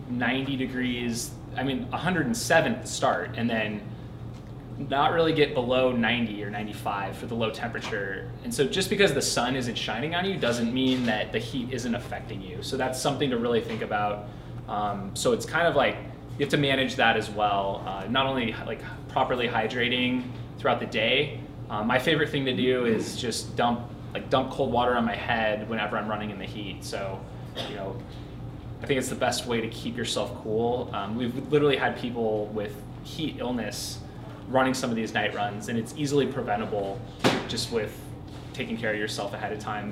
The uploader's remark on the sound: Live at Sole Sports in Tempe, AZ.